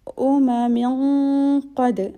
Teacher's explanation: we will do ikhfa, which is hiding the noon sound and joining with qa